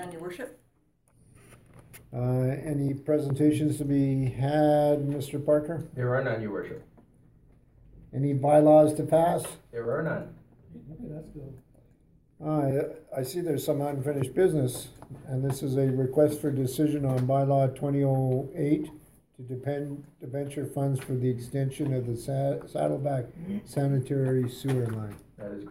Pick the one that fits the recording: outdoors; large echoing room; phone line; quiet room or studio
large echoing room